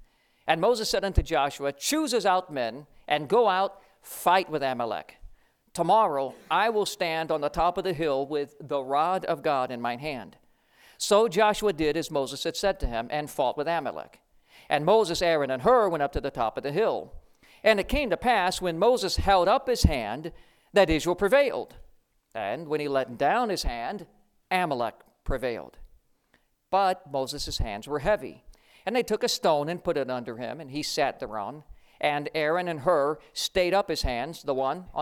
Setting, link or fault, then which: setting, large echoing room